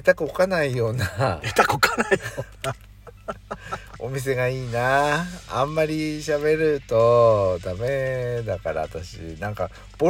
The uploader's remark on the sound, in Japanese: From Radiotalk。パーキング収録。